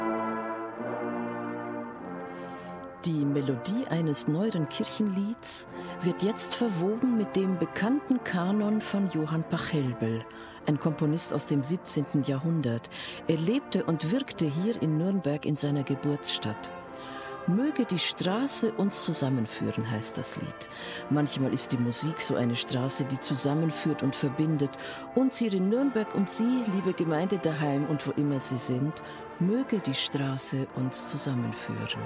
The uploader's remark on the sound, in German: Live-Gottesdienstübertragung vom Hauptmarkt in Nürnberg. Schlussgottesdienst vom Evangelischen Kirchentag in Nürnberg.